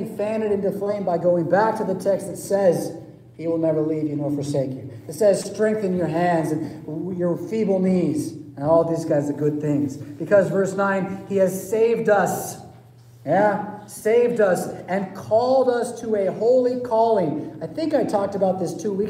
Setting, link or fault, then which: setting, large echoing room